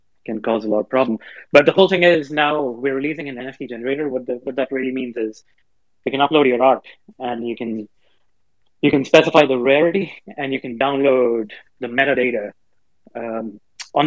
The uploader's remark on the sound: The content in this podcast is a recorded Twitter space hosted on the 2nd of November 2022.